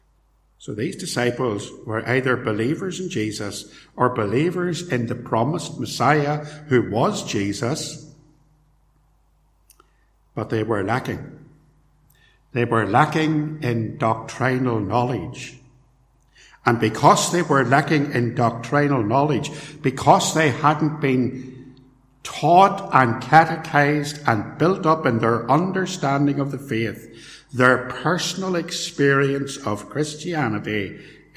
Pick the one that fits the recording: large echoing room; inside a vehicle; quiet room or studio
large echoing room